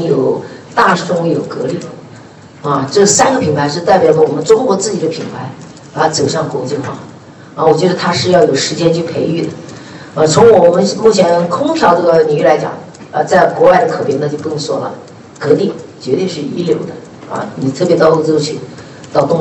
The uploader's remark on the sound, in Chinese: 格力电器2021 股东大会实况录音。